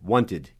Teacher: Quando o verbo termina com o som de T, tipo want, daí o ed vai ficar com o som de id